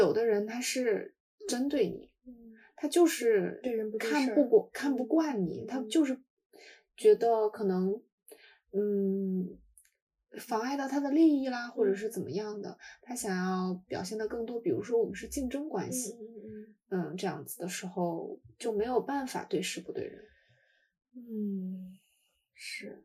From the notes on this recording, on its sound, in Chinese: 下次录制我们会尽力给大家带来质量更好的音质的。由于我俩不熟悉设备导致没有发挥出话筒最好的性能，结果还是iPad录音拯救了这期。